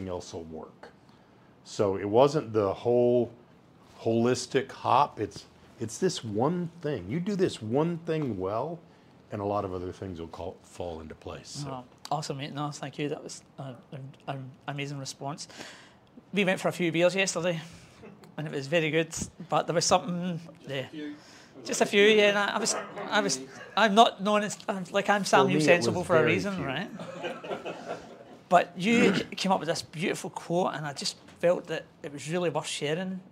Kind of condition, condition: setting, live audience